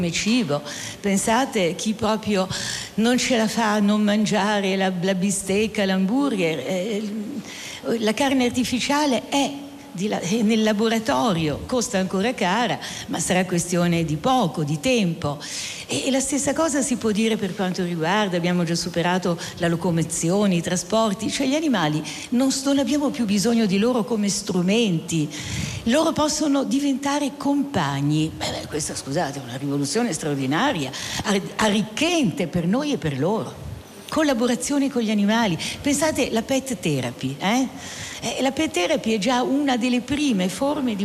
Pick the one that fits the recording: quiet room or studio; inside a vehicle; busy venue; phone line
busy venue